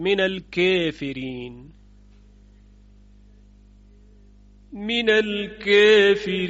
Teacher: یکی کلمه کافرین هست به شرط اینکه آخرش به یا اونون ختم بشه. کافرین ابو عمر اماله میکنه، حالا چه معرفه باشه، الف و لام داشته باشه، چه نکره باشه بدون الف و لام، فقط باید به یا اونون ختم بشه.